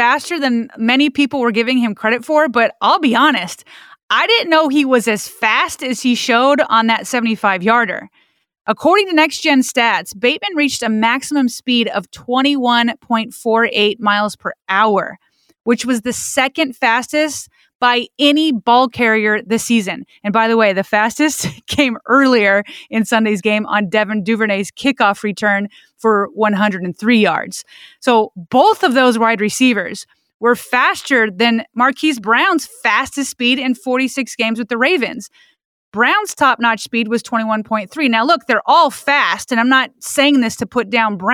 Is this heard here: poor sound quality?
no